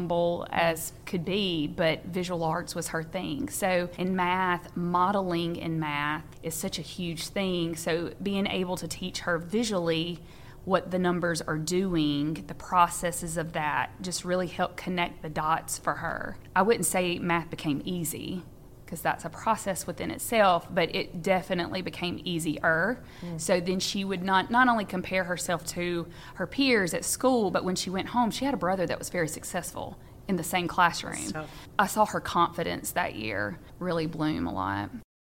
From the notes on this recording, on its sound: Recorded at this year’s Whole Schools Summer Institute in Hattiesburg